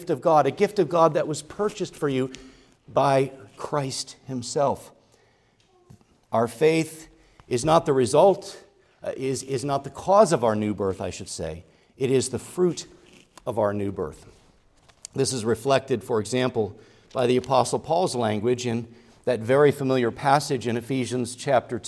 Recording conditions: large echoing room